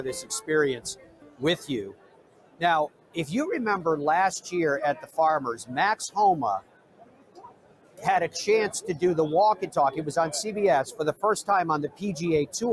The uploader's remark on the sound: Live at the PGA Show in Orlando, where thousands have gathered to preview and purchase the newest golf equipment.